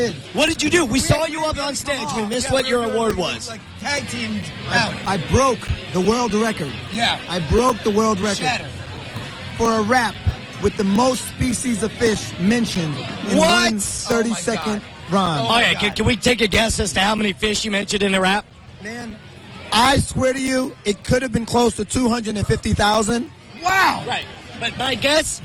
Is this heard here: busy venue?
yes